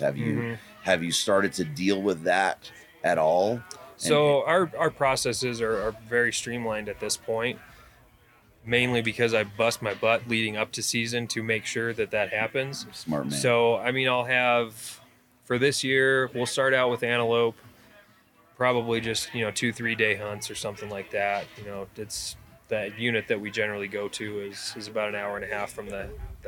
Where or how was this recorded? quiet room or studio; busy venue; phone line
busy venue